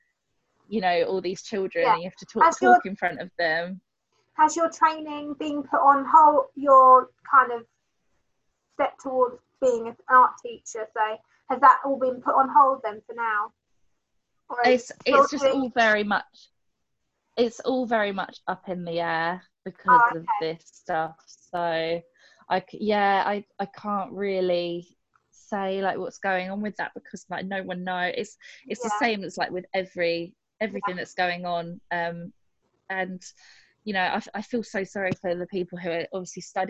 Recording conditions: video call